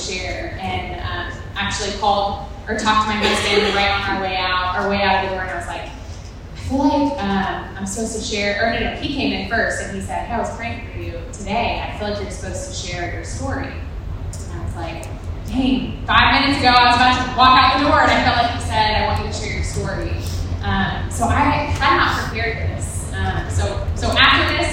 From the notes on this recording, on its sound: Women's All Gathering. We also want to apologize in advance for the audio quality of this recording!!